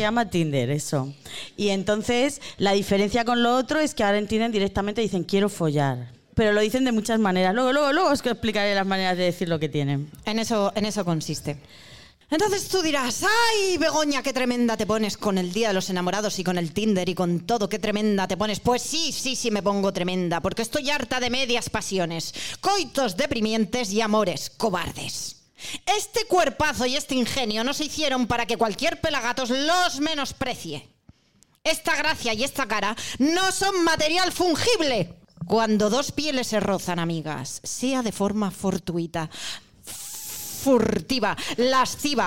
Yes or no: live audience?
yes